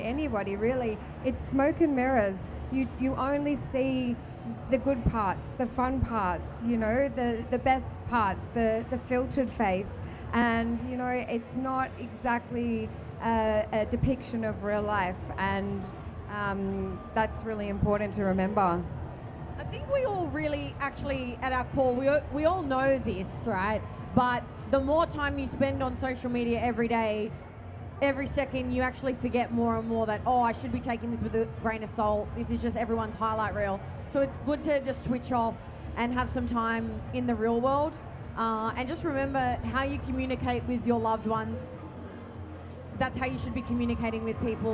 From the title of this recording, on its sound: Live From Love X